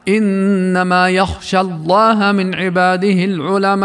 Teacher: تنطق ببعض حركة الضمة عند الوقوف بالروم على كلمة العلماء